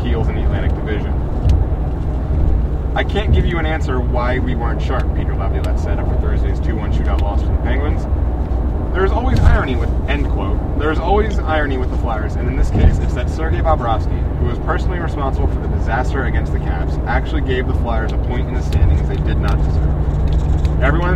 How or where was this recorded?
inside a vehicle